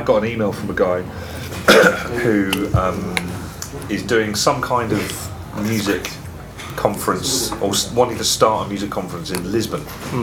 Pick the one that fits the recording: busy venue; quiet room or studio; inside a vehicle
busy venue